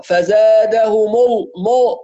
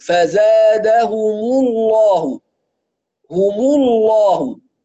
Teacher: طبعا فزادهم الله شوفوا الميم المضمومة بضم فيها الشفتين ثم أرجع عند اللام فزادهم الله، فضم الشفتين يكون مع الهاء والميم هم هكذا فزادهم فزادهم الله. وننتبه في الميم إلى إتمام الضم لأن قد يستعجل القارئ إلى الرجوع لللام فتخرج الضمة غير محققة · Shown in: second take · فزاده مل مل، شفتوا المل مو دي خطأ مو، فزادهم الله هم الله.